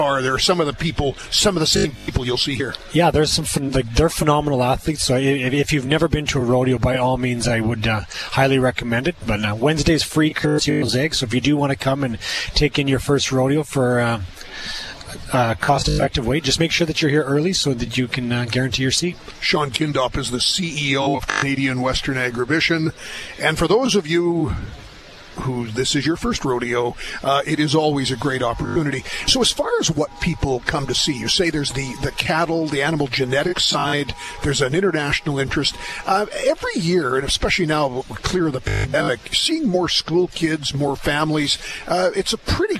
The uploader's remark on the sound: Live from the 52nd Canadian Western Agribition in Regina.